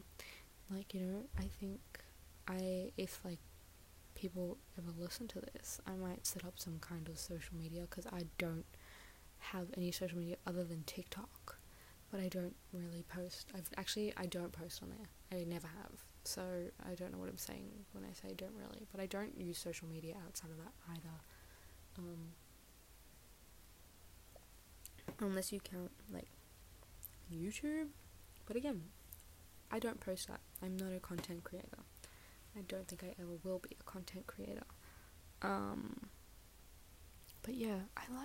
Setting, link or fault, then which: fault, uneven or low level